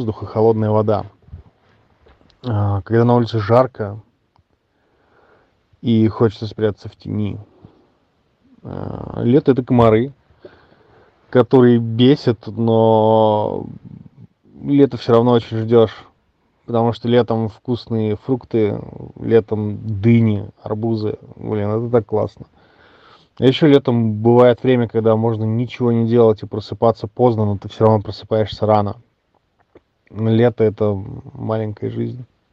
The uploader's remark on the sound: И я задаю им вопросы прямо на улице, где шум транспорта, звуки природы… I ask them questions right in the street, there are the noise of traffic, the sounds of nature.